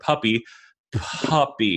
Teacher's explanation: If you say the word puppy, puppy, there's like an H sound after the start, like after the first P